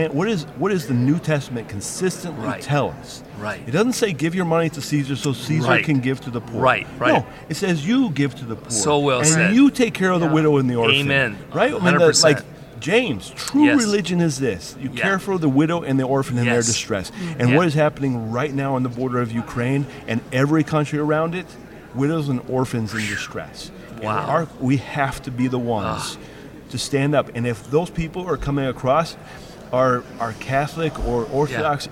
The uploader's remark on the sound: at the National Religious Broadcasters Conference